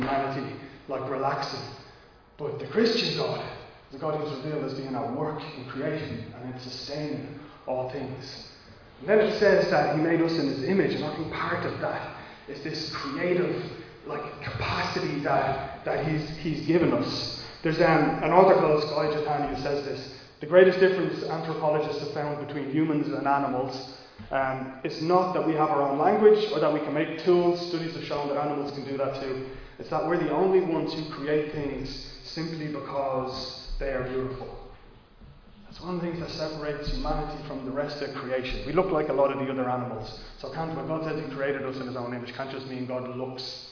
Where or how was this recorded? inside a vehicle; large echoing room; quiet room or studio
large echoing room